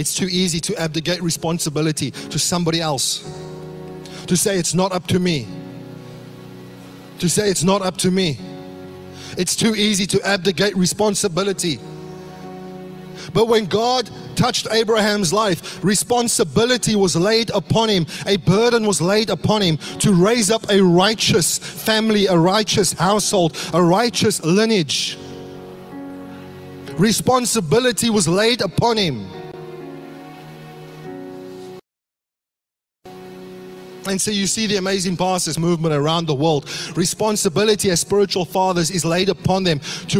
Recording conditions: large echoing room